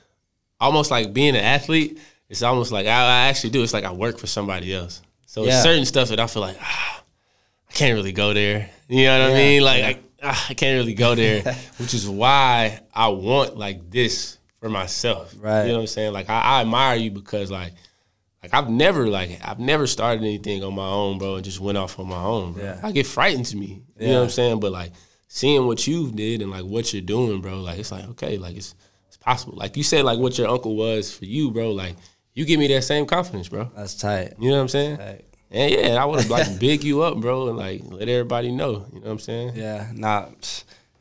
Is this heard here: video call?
no